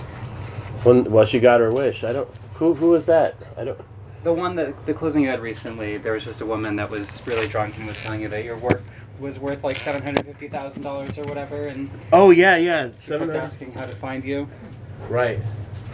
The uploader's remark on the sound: A recording of a book-release event at Tangible Books on September 16, 2023